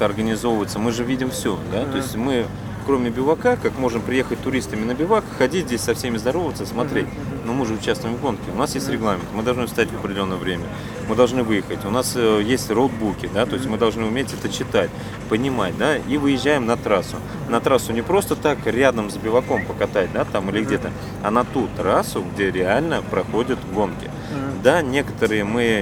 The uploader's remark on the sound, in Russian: Выпуск записан на территории Мавритании во время ралли-марафона AFRICA ECO RACE 2016.